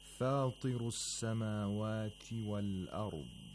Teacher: The ta in the word فاطر has to be read with the lowest level of تفخيم. The تفخيم is still there.